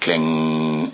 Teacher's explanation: But when they put the dot over the M, it becomes an anuswara, which means you can pronounce it as a nasal sound, like kling, as opposed to kling.